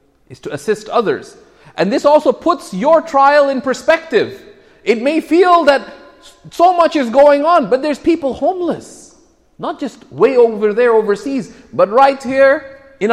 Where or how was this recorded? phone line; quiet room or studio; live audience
live audience